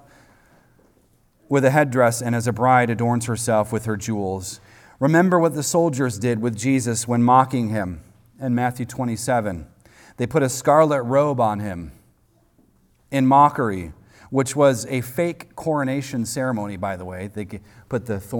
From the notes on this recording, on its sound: recorded on Sunday, April 23rd, 2023, at the weekly worship gathering of Cross & Crown Church.